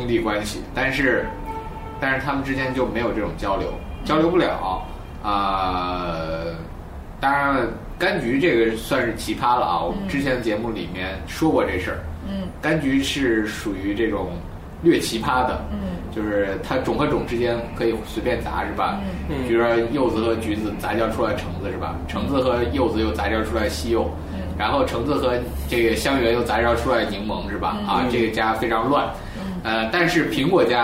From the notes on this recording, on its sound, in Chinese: 本期节目为在张大妈办公区用录音笔录制，可能有街道上的杂音，请见谅。